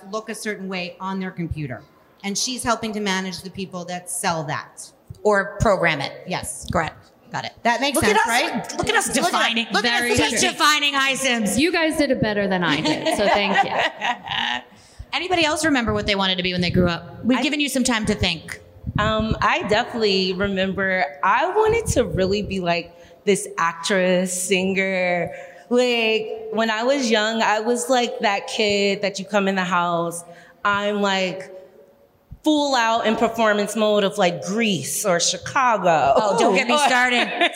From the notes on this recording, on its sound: Bell Works How its WORKS Live: International Women's Day 2023. We promise that a listen to this one will feel like you were in the audience LIVE action with the whole crew. The room was PACKED!